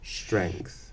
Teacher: Now, what they're doing there, I think, is beginning a retroflex or postalveolar position for their R, and they're starting it on the S. · Term: Postalveolarization